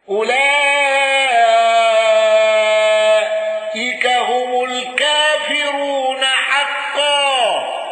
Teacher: حمزة بالسكت على المد المتصل